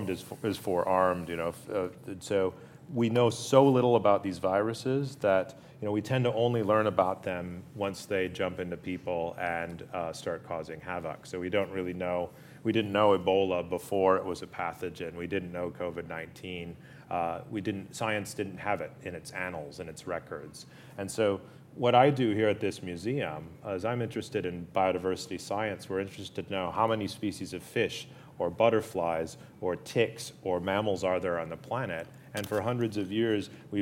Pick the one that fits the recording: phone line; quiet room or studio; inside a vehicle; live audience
live audience